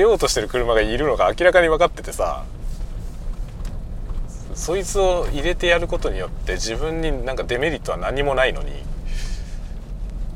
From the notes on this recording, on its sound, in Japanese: ドライブしながら雑談。人間ドックからの帰り道、運転しながら雑多な話をした回。Stand.fm。